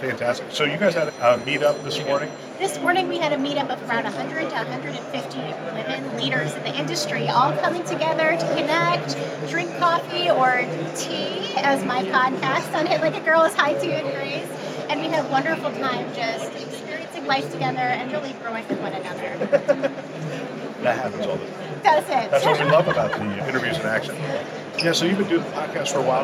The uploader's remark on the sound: it’s an Interview in Action live from HIMSS 2023